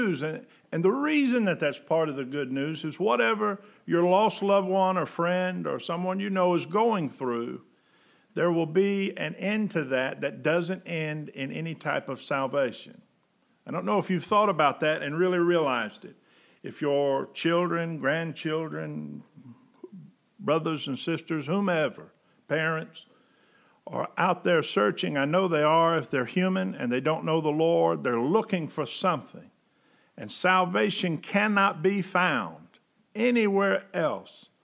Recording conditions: large echoing room